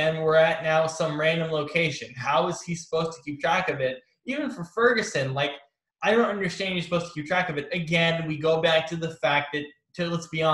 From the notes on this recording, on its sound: Are on Zoom for a special edition episode of Hat Trick Sports Talk.